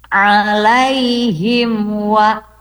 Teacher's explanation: Jadi selain huruf mim dan ba, maka semuanya sama, harus dibaca jelas M-nya, tidak disertai dengan dengung